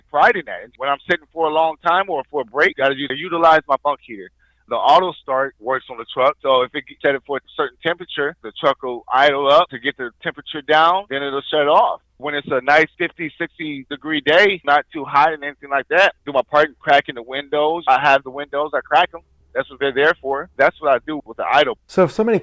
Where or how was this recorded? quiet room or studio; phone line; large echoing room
phone line